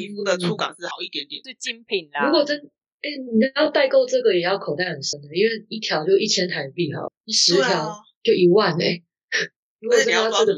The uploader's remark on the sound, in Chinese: 錄製適逢颱風天，網路不佳影響音訊品質，請見諒！